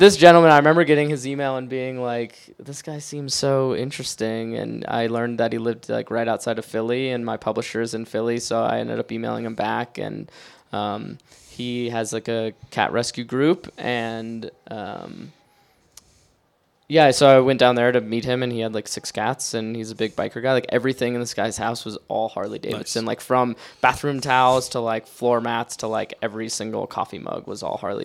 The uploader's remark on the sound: Live at Tattered Cover. Live from Denver's Tattered Cover bookstore. Release party and Q&A.